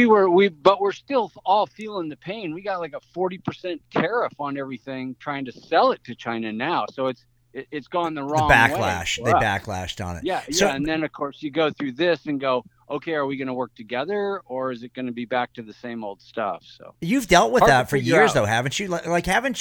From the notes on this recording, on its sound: Surprise call.